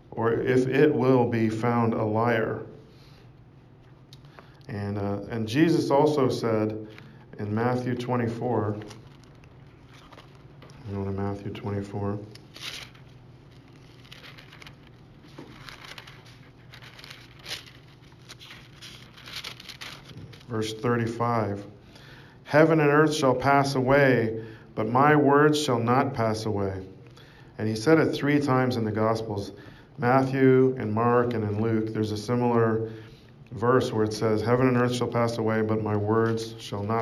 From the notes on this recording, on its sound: Preached at St Georges Manor, Toronto, Canada